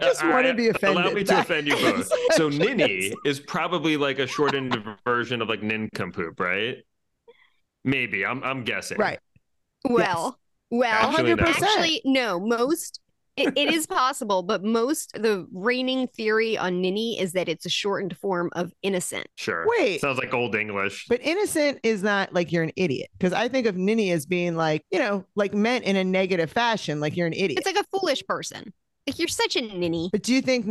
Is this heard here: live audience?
no